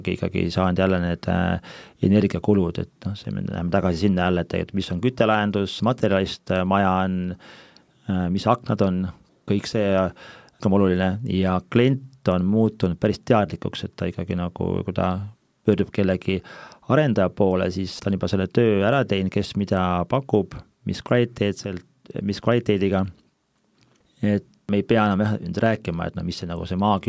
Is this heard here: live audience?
no